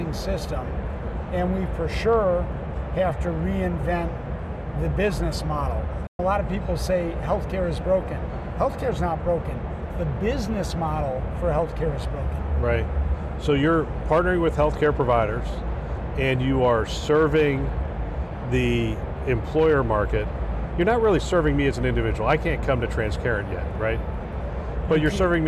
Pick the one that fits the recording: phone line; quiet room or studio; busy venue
busy venue